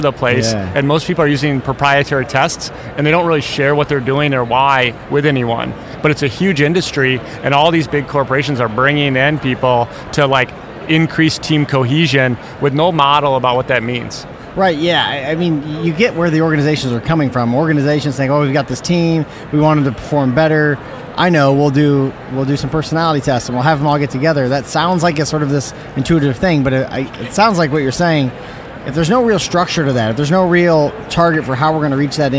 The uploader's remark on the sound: Live from SIOP